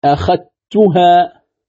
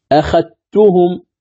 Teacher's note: يقرأ بإدغام الذال في التاء في جميع مواضع القرآن